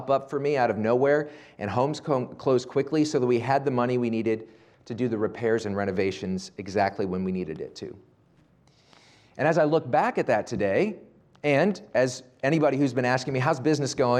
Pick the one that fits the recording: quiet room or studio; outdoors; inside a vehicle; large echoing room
large echoing room